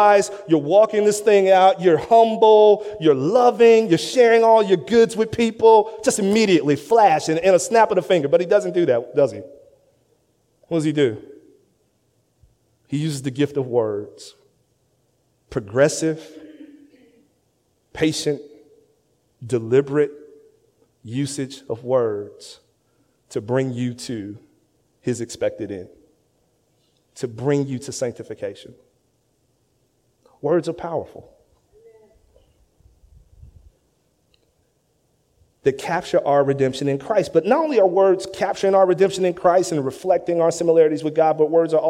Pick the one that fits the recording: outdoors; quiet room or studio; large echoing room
large echoing room